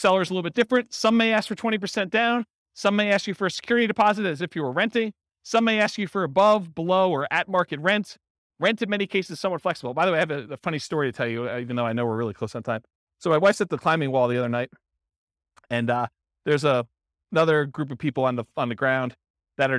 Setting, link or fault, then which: setting, live audience